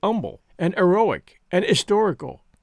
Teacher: even your educated classes used to drop the H. They say humble now, and heroic, and historic, etc.